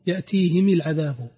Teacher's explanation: يقرأ بكسر الهاء والميم